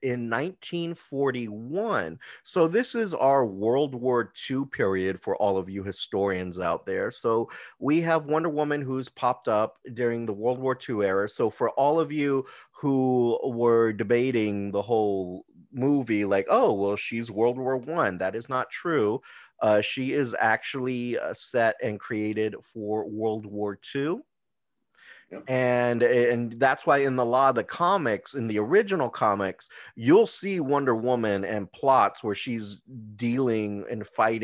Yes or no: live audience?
no